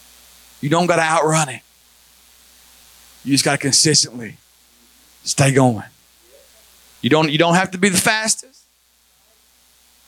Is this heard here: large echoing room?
yes